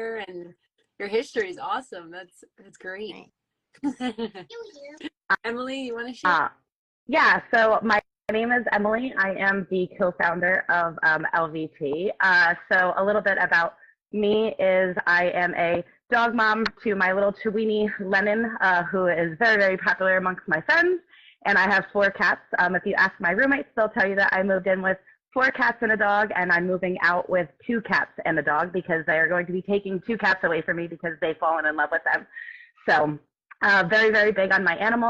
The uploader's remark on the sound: We were invited to go live on instagram